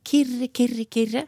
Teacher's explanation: Og du kan, eh, kan rulle voldsomt på de her r-ene.